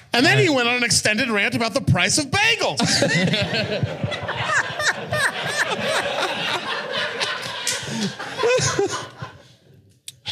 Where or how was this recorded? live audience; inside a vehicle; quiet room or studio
live audience